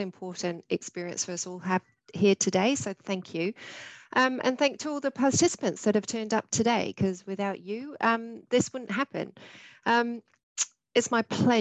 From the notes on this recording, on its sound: This is a recording from a Zoom Panel, and includes a Q&A session with the audience.